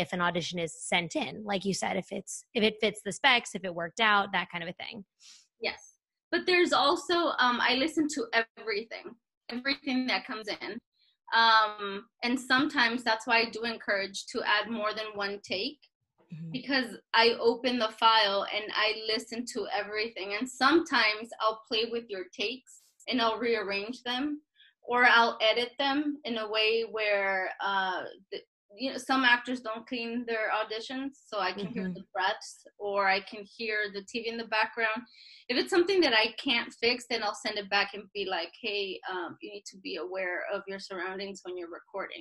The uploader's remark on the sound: This episode was recorded via Zoom, thank you in advance for understanding our tech difficulties in this time!